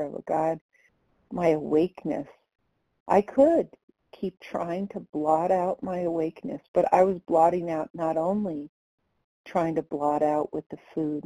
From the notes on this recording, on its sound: the 100 Pounders Phone Meeting